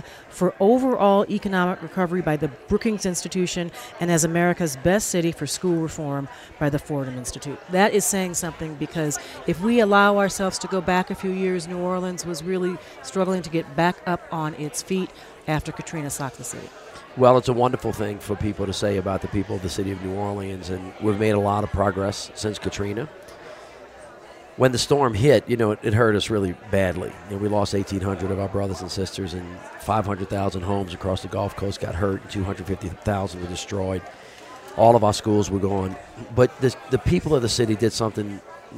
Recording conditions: busy venue